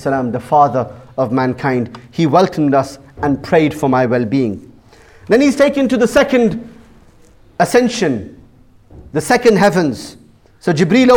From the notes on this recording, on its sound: Jummah Kuthbah | Friday 6th April 2018 | Bashir Ahmed Masjid Southampton